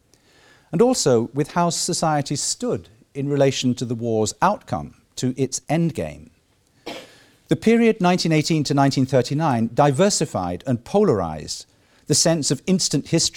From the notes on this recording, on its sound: The 2nd Keynote of the War Time 2016 conference held 9-11 November 2016